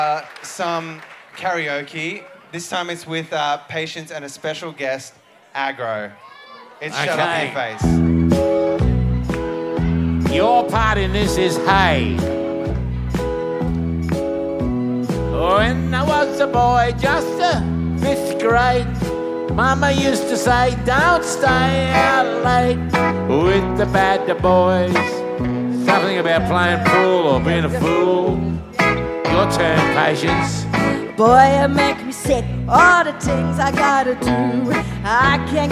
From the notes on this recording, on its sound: Recorded The Triffid, Brisbane on May 21st 2023